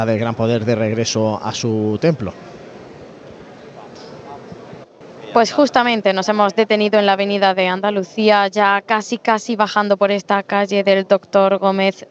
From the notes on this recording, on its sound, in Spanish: Retransmisión en directo de la Madrugada en Jaén en el año 2023.